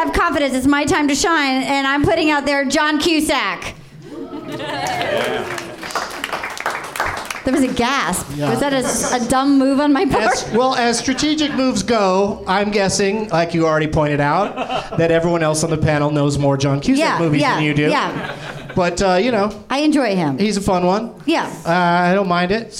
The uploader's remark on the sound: Live from the NerdMelt Showroom in LA